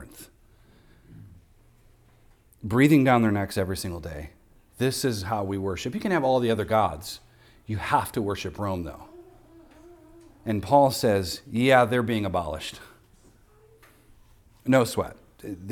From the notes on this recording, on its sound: recorded on Sunday, February 4th, 2024, at the weekly worship gathering of Cross & Crown Church.